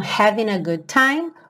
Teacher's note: pode pegar o próprio N e juntar, porque esse G não costuma aparecer mesmo